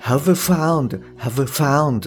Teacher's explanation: で、こちらのですね、えー、have found の部分で have が全体的に弱いと思います。で、have っていうのは、あの、まあ、v 音ですよね。で、その後ろに、えー、found っていう、まあ、F から始まる、要はペアの音素である F から始まる単語が来てますと。で、この場合ですね、えー、have found ではなくて have found っていう感じで、えっと、v っていう音自体がですね、あの省略されてしまうのが多いです。あのこれもあのあなた自身でですね、ちょっとやっていただくとわかるんですけれども、えー、have found, have found ってなんか言いにく · it's called our social reality.はい。で、こちらのですね、えー、have found の部分で have が全体的に弱いと思います。で、have っていうのは、あの、まあ、v 音ですよね。で、その後ろに、えー、found っていう、まあ、F から始まる、要はペアの音素である F から始まる単語が来てますと。で、この場合ですね、えー、have found ではなくて have found っていう感じで、えっと、 v っていう音自体がですね、あの省略されてしまうのが多いです